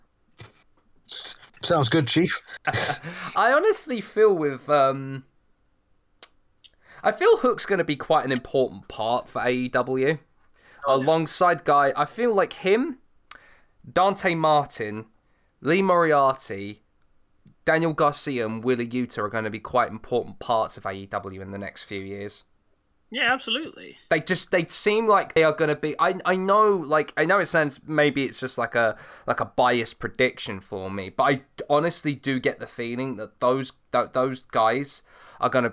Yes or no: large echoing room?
no